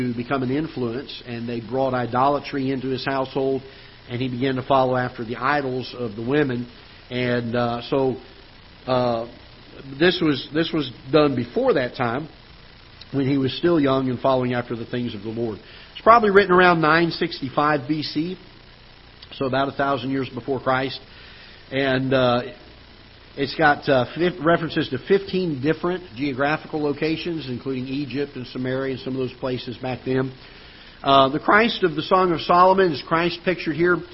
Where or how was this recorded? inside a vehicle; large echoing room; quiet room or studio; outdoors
large echoing room